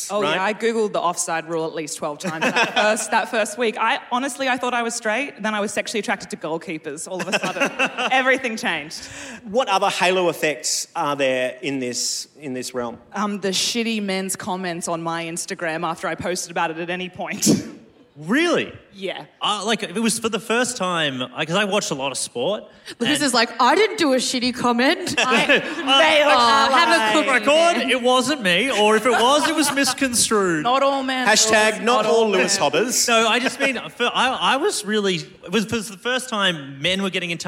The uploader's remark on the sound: LIVE AT THE WOMEN IN MEDIA CONFERENCE